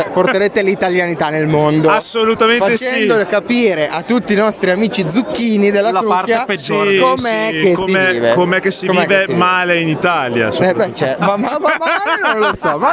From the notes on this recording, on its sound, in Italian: in diretta dal PUNK ROCK RADUNO